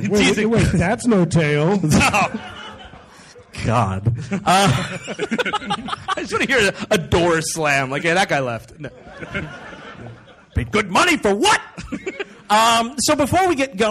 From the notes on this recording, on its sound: Recorded live in Rochester. The gang treks out to the Little Theatre.